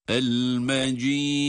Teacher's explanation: Burada mecid kelimesinde tabii ki sondaki dal harfi ince, dururken de galgale sıfatını icra etmemiz lazım. O da el-mecid.